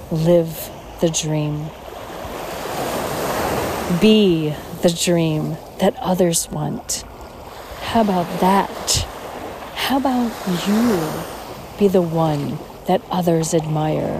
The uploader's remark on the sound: On Location Walk and Talk. Isla Catalina, Dominican Republic.